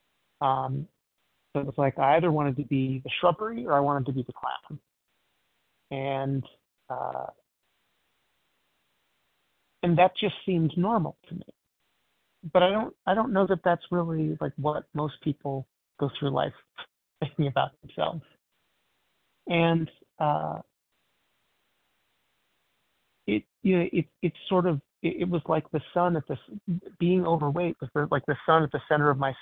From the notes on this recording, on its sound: 100 Pounders Phone Meeting